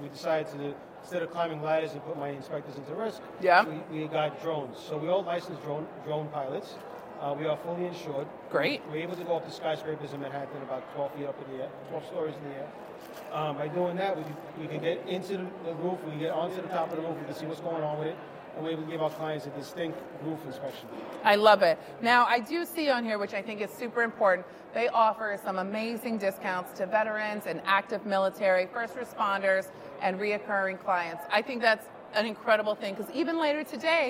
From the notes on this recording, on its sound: at the 2023 Staten Island Board Of Realtors Expo hosted at the lovely Hilton Garden Inn